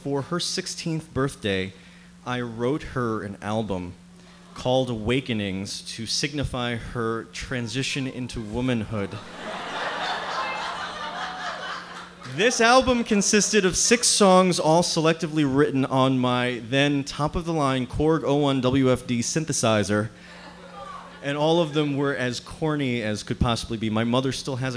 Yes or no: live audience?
yes